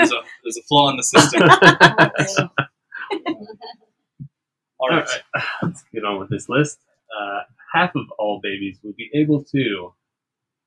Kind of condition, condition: fault, poor sound quality